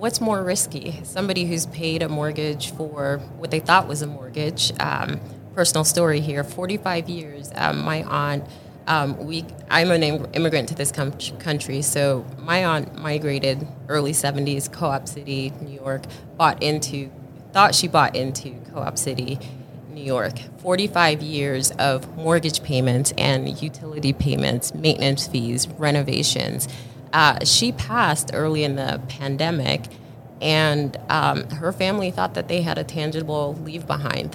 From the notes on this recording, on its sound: This was LIVE at the Money20/20 US show in Las Vegas in October 2022.